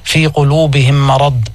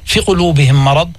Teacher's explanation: في بده يبين الياء قدر حركتين · Shown in: first take · فلو واحد خطفها فقال في قلوبهم مرض هذا ترك المد الطبيعي، هذا حرام.